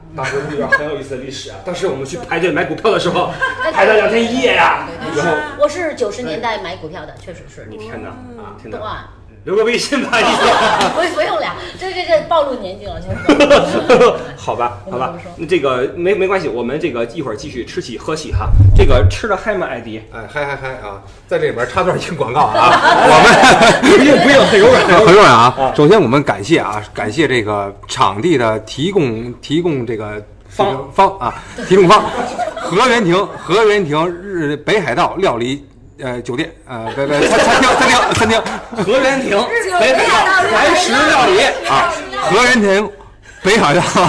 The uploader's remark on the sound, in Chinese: 听友会现场版